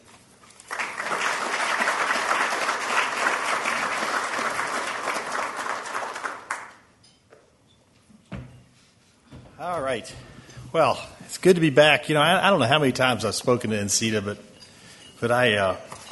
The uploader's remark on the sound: Closing Keynote. Conference Audio.